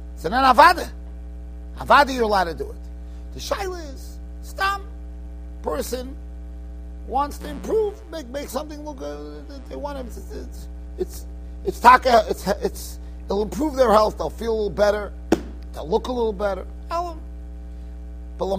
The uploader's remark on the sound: Shiur recorded in Yeshivas Ohr Reuven, Monsey, NY.